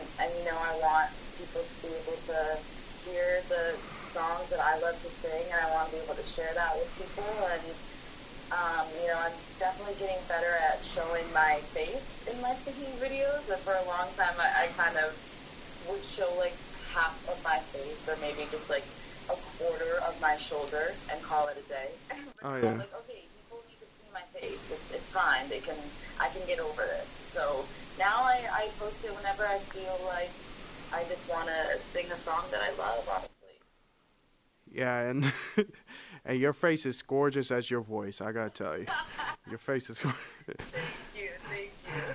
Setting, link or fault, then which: fault, poor sound quality